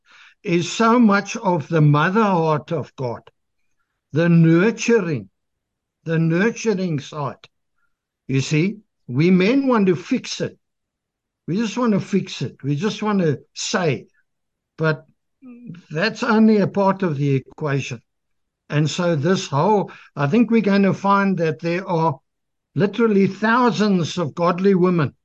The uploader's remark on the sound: The Transformation Table Zoom Meeting